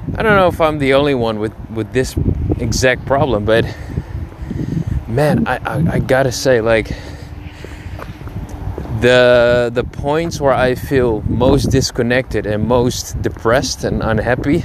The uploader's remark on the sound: Dropping some thougts while walking.